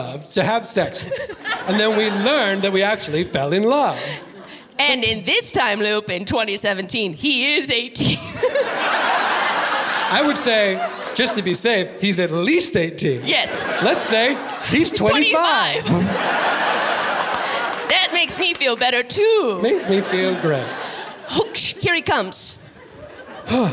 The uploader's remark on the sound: LIVE at SF Sketchfest 2023. Recorded live at San Fransisco Sketchfest in January of 2023 at the Great Star Theater.